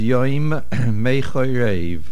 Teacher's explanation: The word yoim ends with a mem. Mechoy rev begins with a mem. Make sure we hear both of them.